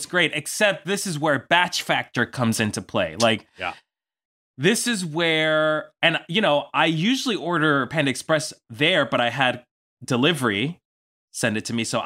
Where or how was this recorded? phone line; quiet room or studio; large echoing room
quiet room or studio